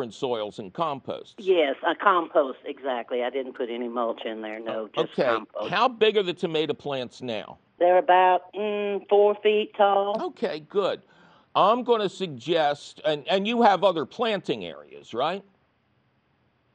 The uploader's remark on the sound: your centennial phone calls!